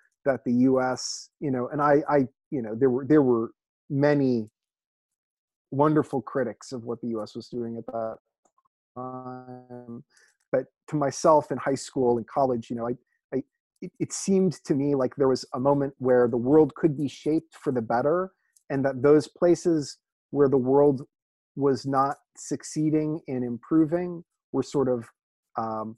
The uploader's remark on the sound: recorded on Zoom so the audio goes in and out, especially near the end